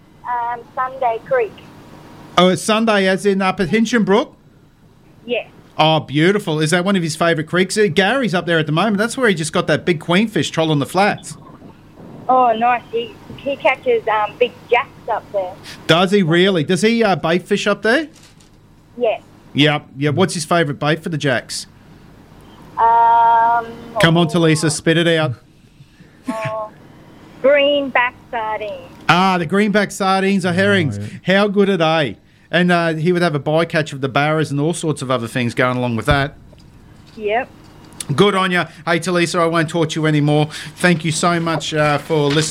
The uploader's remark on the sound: is on the phone from Hinchinbrook